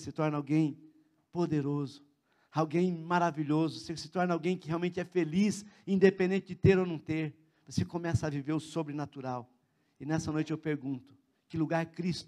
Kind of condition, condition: setting, large echoing room